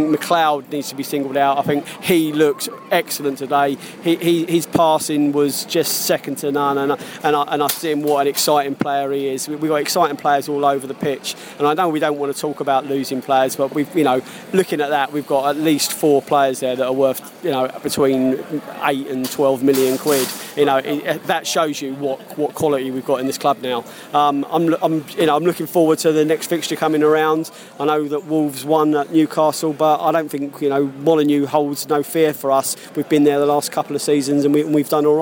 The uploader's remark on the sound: Post-Match podcast from the pub